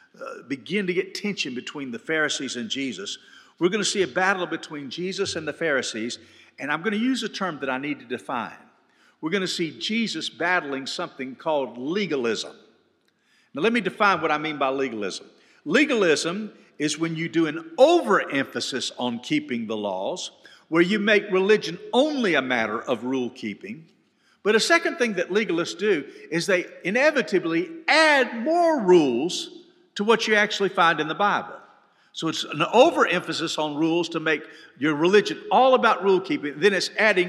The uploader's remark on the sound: This podcast was recorded live at FBC Hendersonville, NC during the Wednesday night Bible study.